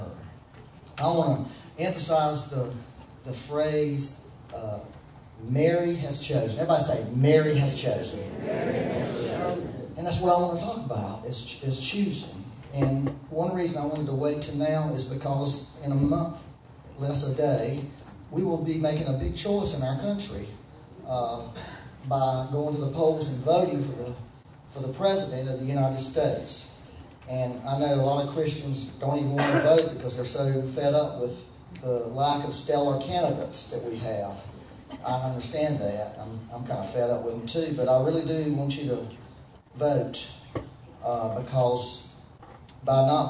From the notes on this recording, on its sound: Once again, we had technical difficulties. As a result the sound quality is not so good.